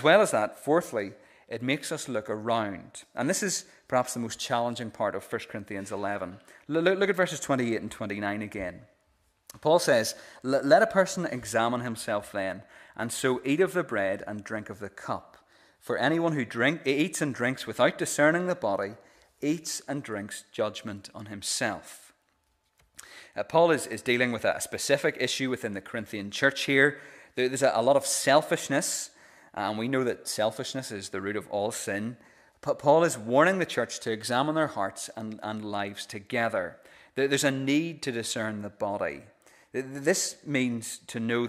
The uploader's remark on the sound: This is the recording of the Bible reading and sermon from our pre-communion service